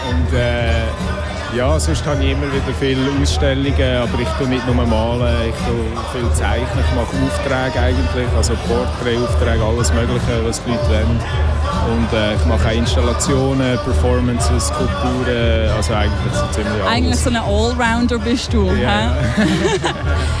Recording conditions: busy venue